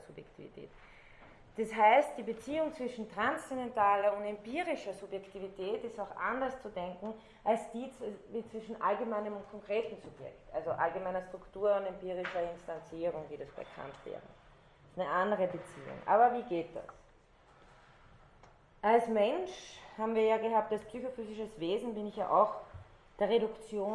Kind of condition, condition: setting, large echoing room